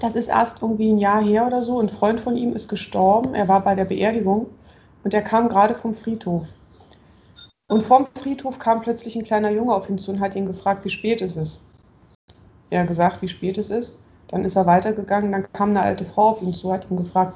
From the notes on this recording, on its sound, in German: Daher skypen meine Schwester und ich, nehmen das Ganze auf